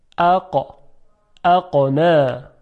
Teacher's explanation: در فارسی این دوتا رو یه جور تلفظ میکنیم، اما در عربی هر یک دارای صدای مشخص هست. صدای قاف صدایی است که شدت داره، یعنی صدای اون قطع میشه